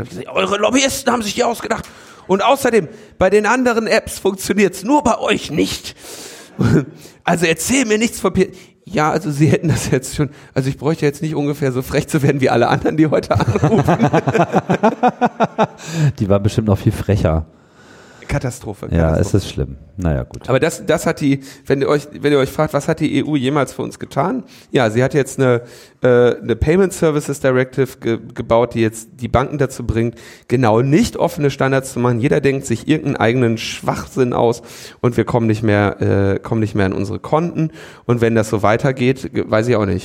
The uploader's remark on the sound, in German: Die Live-on-stage Sendung von der "Das ist Netzpolitik!" Konferenz in Berlin. Konferenz von netzpolitik.org im Roten Salon in der Volksbühne in Berlin.